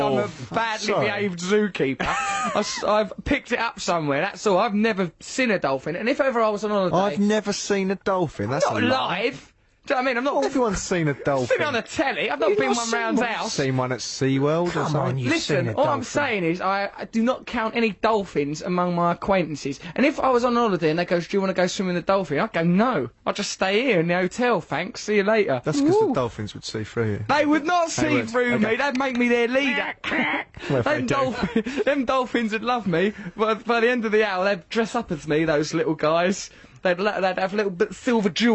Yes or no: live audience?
no